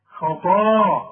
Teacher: المد بتاع الطاء ده فخمه